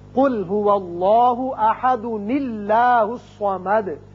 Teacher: ایک اور قاعدہ یاد رکھیے، جب آپ اس آیت کو اس آیت سے ملانا چاہیں، اب یہاں دال کے اوپر دو پیش تنوین ہے، اب تنوین کی وجہ سے یہ الف کی زبر گر جائے گی اور ایک چھوٹا نون پیدا ہوگا زیر کے ساتھ، تو اس کو ملانے کی صورت میں یوں پڑھیں گے، قل ہو اللہ احد اللہ الصمد۔